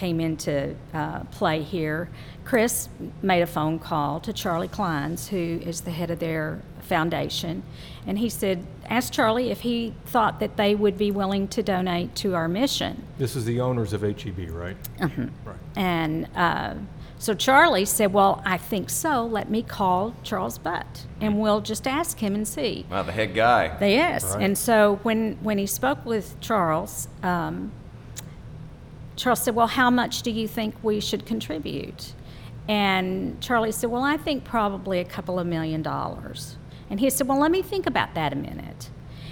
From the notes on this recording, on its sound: Recorded live at The Texas Ale Project in Dallas.